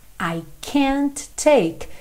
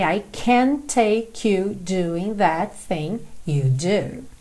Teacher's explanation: Junta o T do can't com o T inicial do take